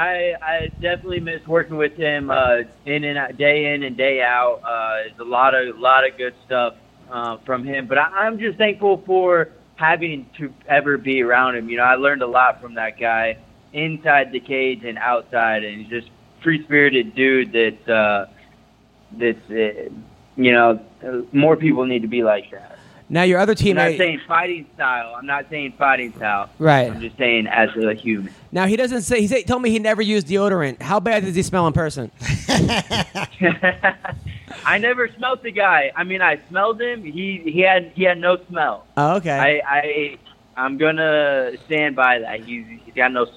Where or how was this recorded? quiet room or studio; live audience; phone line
phone line